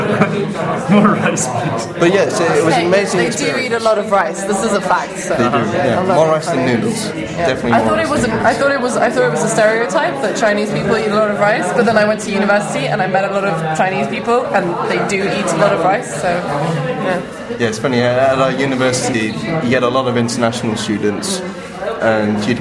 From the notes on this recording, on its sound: This is an interview with two native speakers from England recorded in a pub in Prague.